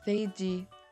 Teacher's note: In Korean, it's easy to say because there's no F sound in Korean. But we can just go with the English pronunciation and say 飞机 with the F sound instead of a P sound